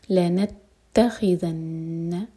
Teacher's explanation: تا پر شدہ تو تا سٹرانگ اور نون پر شدہ تو نون پر غنہ